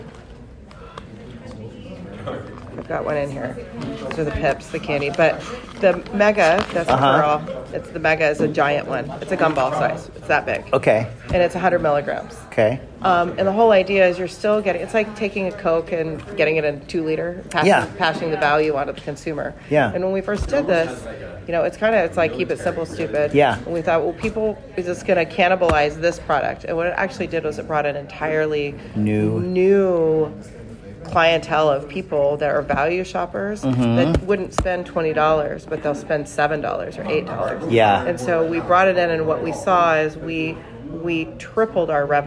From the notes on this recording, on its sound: on-site interview recorded in Miami at the Benzinga Cannabis Capital Conference